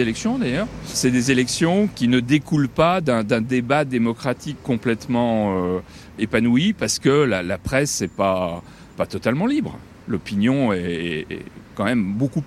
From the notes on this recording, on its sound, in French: On vous a posé la question dans le micro-trottoir de ZoomZoomZen.